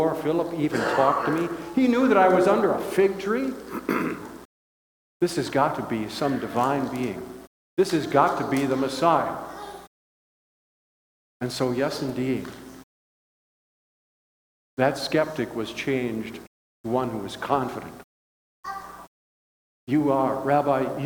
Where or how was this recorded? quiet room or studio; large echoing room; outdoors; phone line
large echoing room